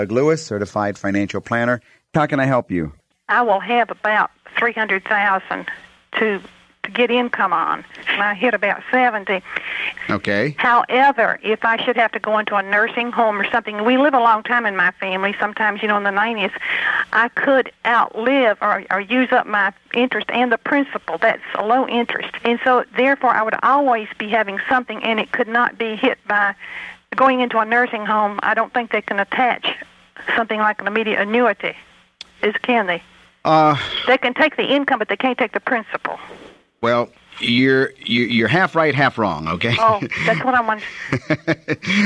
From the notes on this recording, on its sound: Financial planning call-in show.